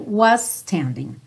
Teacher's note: was standing não precisa se preocupar em falar dois s's diferentes, vai direto